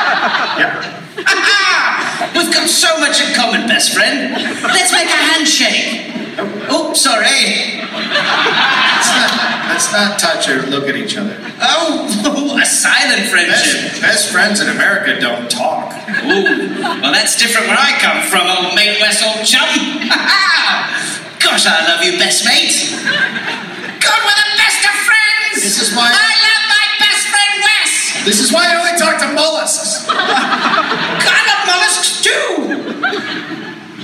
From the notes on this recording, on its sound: Live in SLC. Live in Salt Lake City.